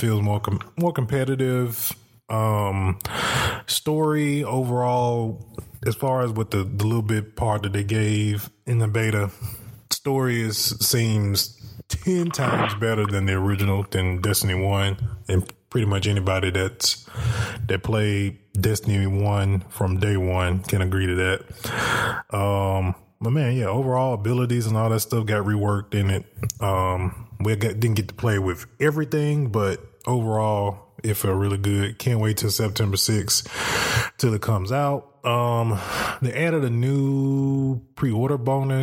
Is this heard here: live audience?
no